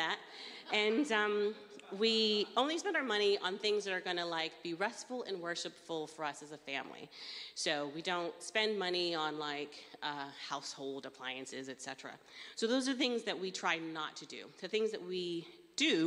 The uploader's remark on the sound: Streamed live at St Paul's Shadwell